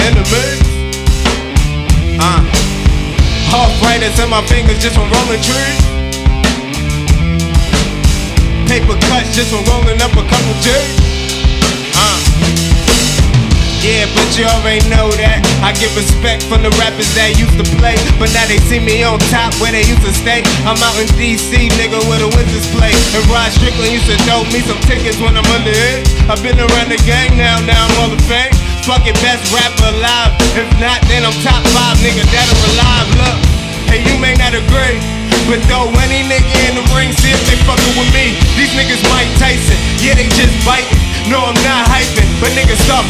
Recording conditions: busy venue